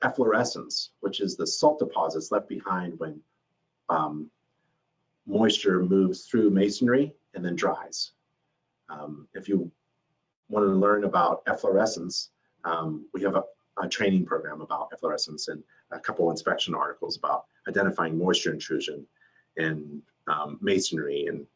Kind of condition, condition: link, video call